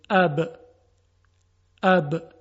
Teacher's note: وقتی لبها منطبق میشه و برخورد میکنه، حرف ب به وجود میاد